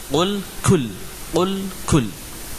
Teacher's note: qaf, di paling belakang dari pangkal lidah, gaf, pangkal lidah di depan huruf qaf.